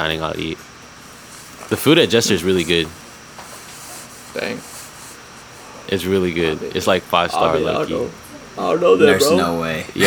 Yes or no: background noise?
yes